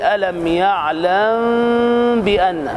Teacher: تغني بمقدار حركتين، وهذا إخفاء شفوي مع الغنة